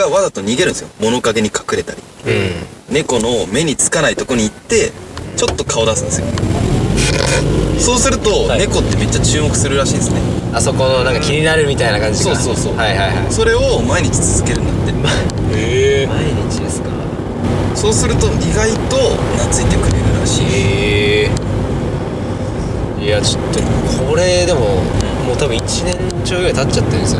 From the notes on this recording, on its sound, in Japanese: 車内のため少し音声が悪くなっております。